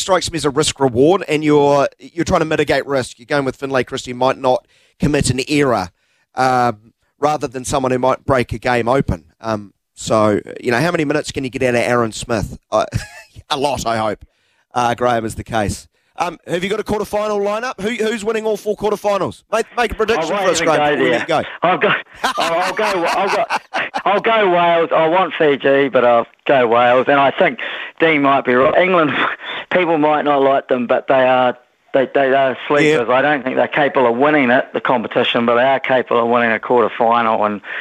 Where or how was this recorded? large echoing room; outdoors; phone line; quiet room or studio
phone line